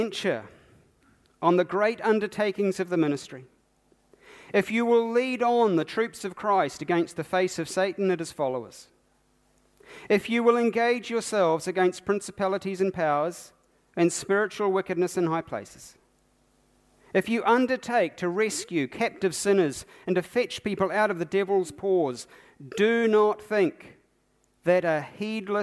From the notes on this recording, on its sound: keynote from the Baptist National Hui 2019